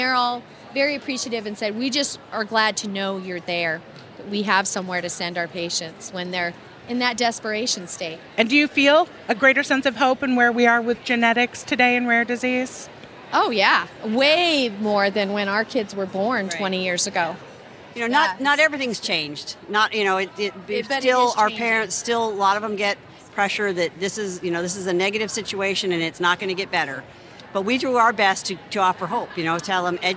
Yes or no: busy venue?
yes